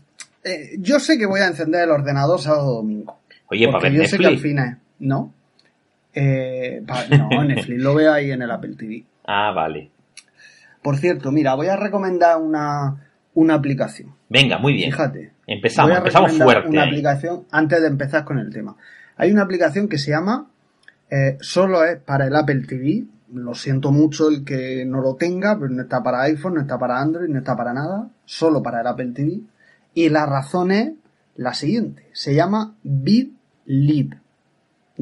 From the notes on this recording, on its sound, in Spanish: Grabando como condenados en cada hueco que nos dejan nuestras apretadas agendas. Grabado desde nuestros respectivos lugares de trabajo y gorroneando la Wifi ajena.